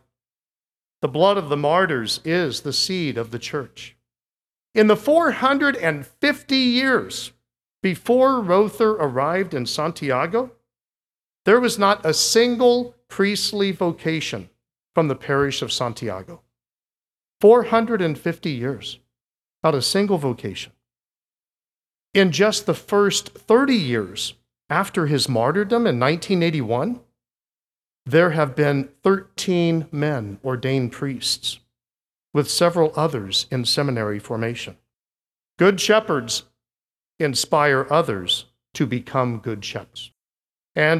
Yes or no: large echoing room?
yes